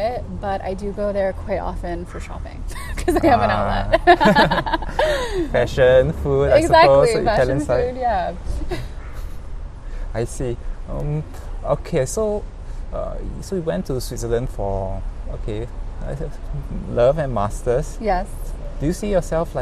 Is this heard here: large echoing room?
no